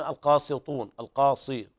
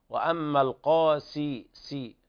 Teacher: يفخمون السين لمجاورتها حرف الطاء والقاف · Shown in: first take · يقولون القاسطون، القاصي، هذه سين ليست صاد.